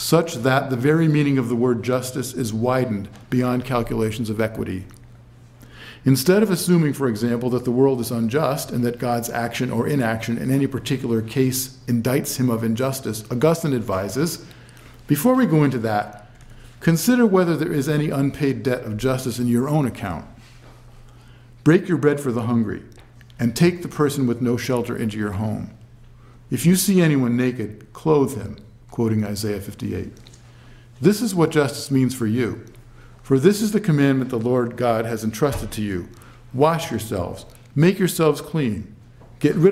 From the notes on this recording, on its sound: given at the University of Chicago on February 2, 2012